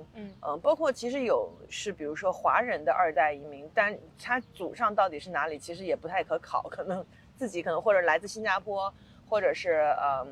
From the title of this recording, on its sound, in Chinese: 此刻我坐在纽约的中央公园